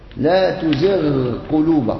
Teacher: الغين من الحلق أدناه مما يلي اللسان والقاف أقصى اللسان مما يلي اللهات فوق فتتقارب المخرج ومع ذلك لا إدغام إذ لم ينقل والقراءة سنة متبعة لا